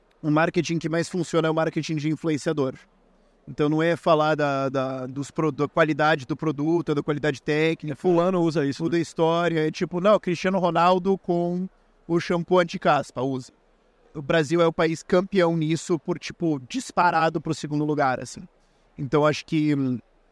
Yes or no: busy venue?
yes